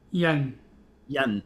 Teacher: it has to be like a low falling tone